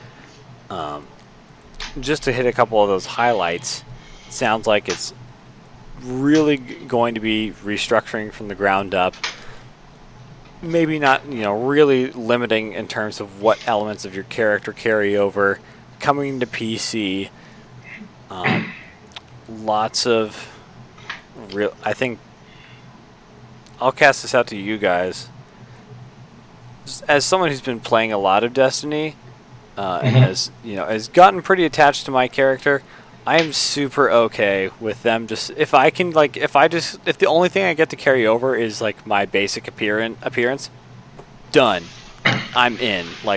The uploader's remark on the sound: Game in the background: Overwatch.